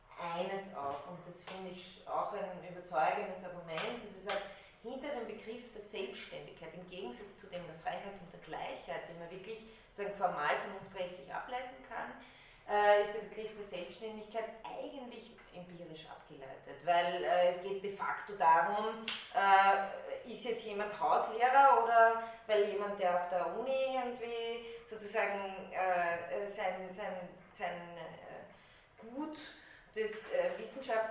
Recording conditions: large echoing room